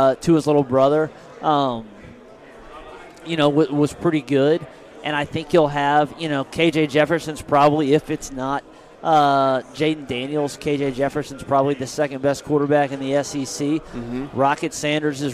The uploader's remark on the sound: We hit on a ton of SEC topics during a live interview at 2023 SEC Media Days.